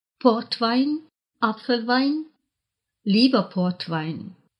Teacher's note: Слова «портвайн» – «портвейн» и «апфельвайн» – «сидр» с ударением на первом слоге.